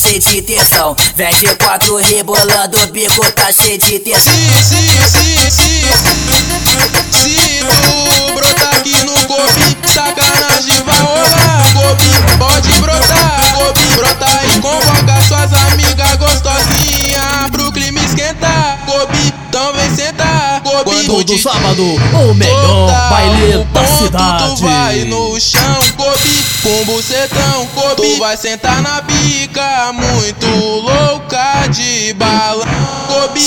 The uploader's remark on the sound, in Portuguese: MEGA AO VIVO NO BAILE DO CDB.